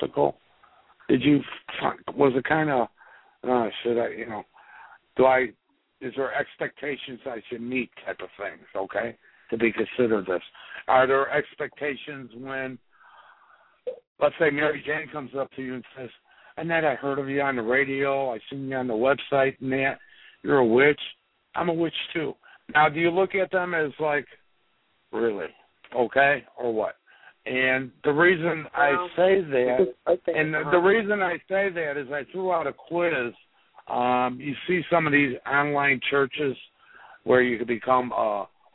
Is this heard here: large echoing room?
no